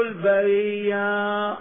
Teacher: قراءة البرية قراءة حفص من باب التخفيف، قلبت الهمزة يا وأدغمت في الياء